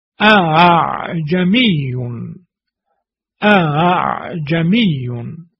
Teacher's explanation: همزه اول همچنان باید با تحقیق و محکم باید ادا بشود · Term: تحقیق همزه